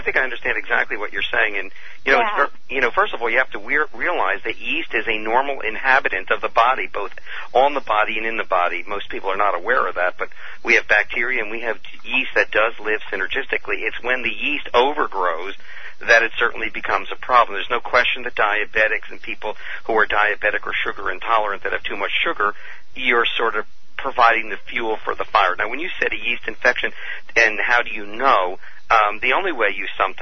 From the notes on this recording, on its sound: Open phone lines. Healthy Talk Radio.